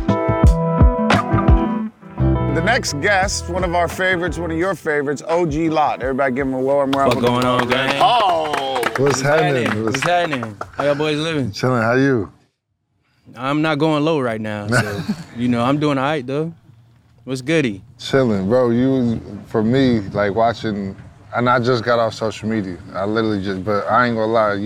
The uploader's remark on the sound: LIVE FROM MALBON MUTINY at MIAMI SHORES CC. We are at Miami Shores at Malbon Mutiny!